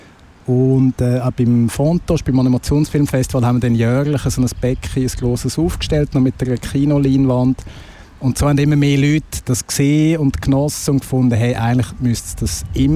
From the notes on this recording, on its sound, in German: Deshalb zog unsere Ausbildungsredaktion los und sendete in dieser Woche live vom Ufer der Limmat.